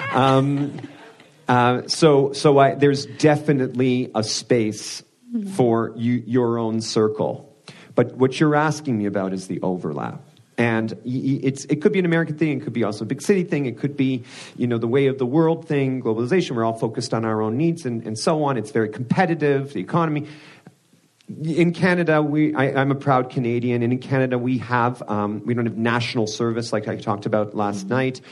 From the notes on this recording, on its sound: In a live recording at Fireside Conference.